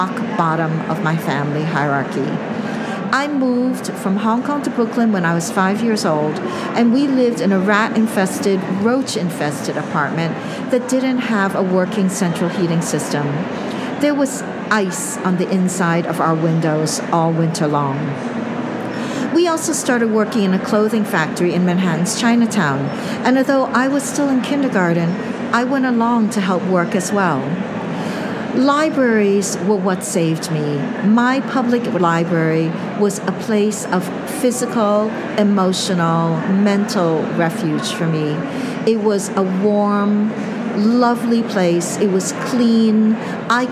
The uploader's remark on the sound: LIVE from ALA 2023! LIVE from the ALA 2023 show floor.